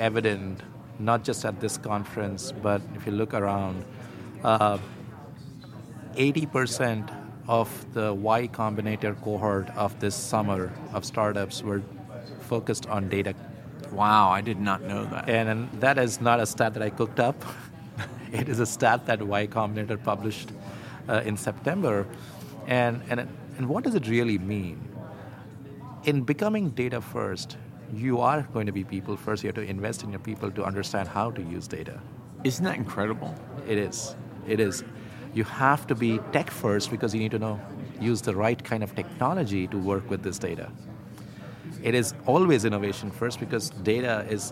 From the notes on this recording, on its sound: Live from Money 20/20